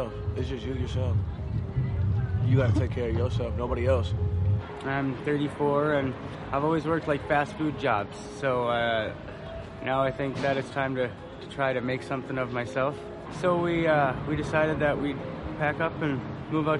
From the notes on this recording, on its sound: Here are some interviews I recorded while out in different areas of L.A.